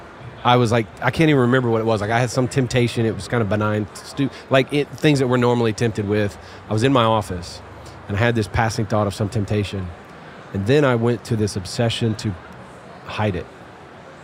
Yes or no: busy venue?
yes